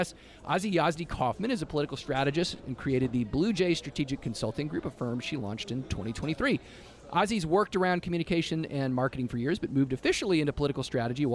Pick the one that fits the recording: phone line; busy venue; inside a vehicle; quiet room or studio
busy venue